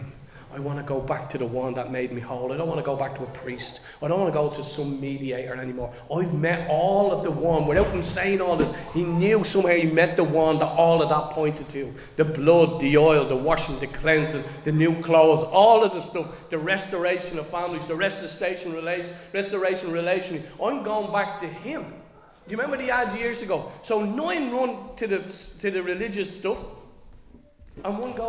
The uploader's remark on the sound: Recorded live in Liberty Church